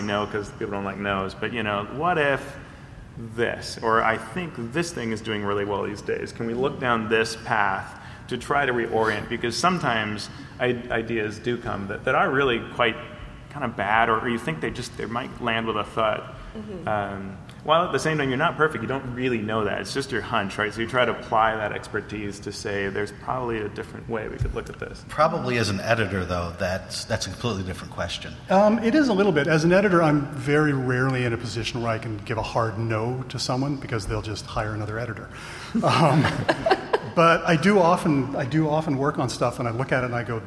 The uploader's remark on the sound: a panel from PAX West